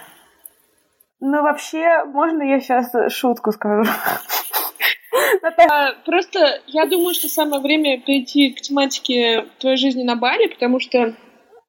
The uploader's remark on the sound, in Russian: отвратительный звук